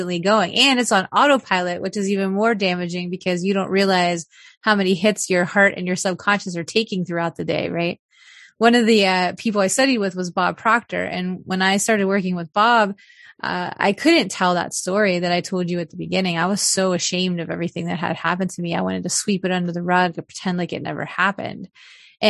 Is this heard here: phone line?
no